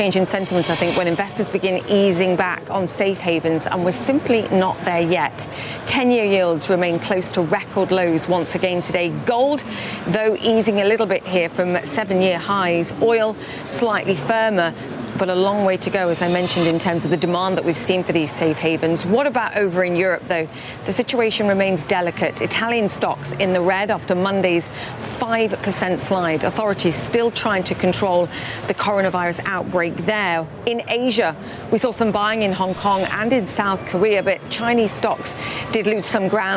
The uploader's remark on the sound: live from the New York Stock Exchange